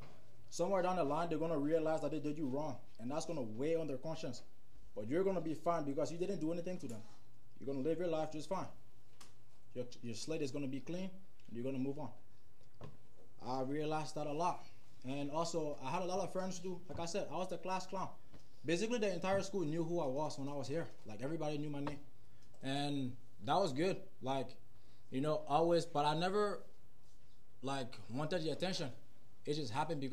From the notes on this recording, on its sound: The audio is unbalanced in this episode. Forgive the varying levels of sound.